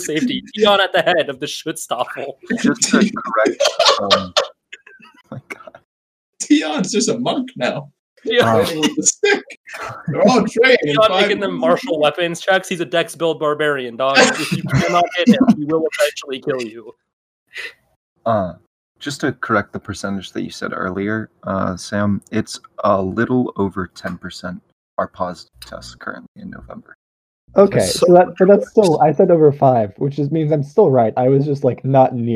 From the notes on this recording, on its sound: our audio quality spirals further down the toilet